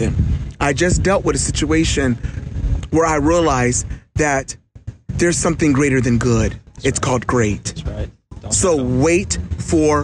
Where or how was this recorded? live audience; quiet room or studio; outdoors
outdoors